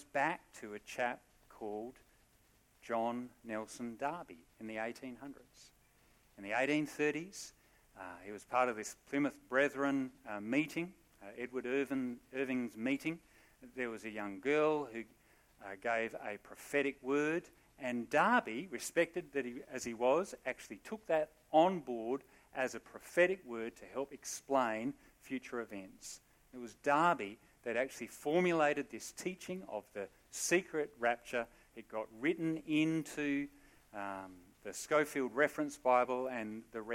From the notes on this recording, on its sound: Sermon recorded live at Morley Baptist Church.